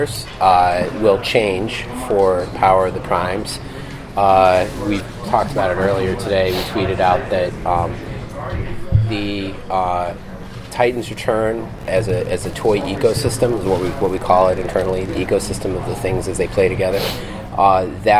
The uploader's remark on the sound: Audio from the Hasbro Q&#38;A which occurred after the product presentation Saturday. Transformers Design Team Q&A from Toy Fair 2017. Audio from the Hasbro Q&A which occurred after the product presentation Saturday.